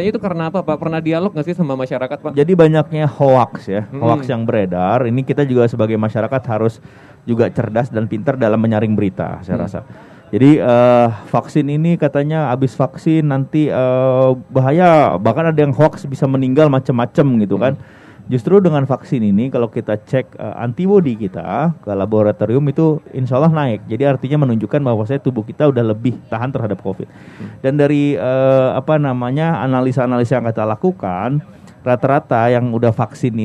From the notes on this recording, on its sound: Live Outdoor Broadcast masih hadir dalam peringatan Hari Kesehatan Nasional ke 57 yang diselenggarakan dengan pelaksanaan vaksinasi Covid 19 di Kabupaten Padang Pariaman.